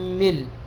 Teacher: الروم والإشمام. كذلك كلمة ملء إذا وقفنا عليها لحمزة فيجوز أن نقف باللام الساكنة ويكون هذا سكون محض، ويجوز أن نقف بالروم ويجوز أن نقف بالإشمام. إذا وقفنا · Term: السكون